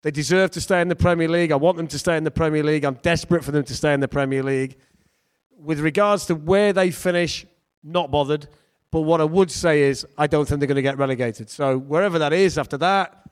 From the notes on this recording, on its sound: Garibaldi Red Live Show. At the Trent Navigation as they answered questions from the audience.